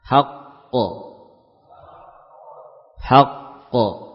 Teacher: kalau kita waqafkan pada kata haqqun ya, maka qalqalah seakan tertunda sesaat ya. · Term: Menunda qalqalah